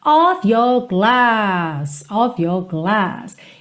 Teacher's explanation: Esse OF sempre com som de OV, tá? Essa preposição of.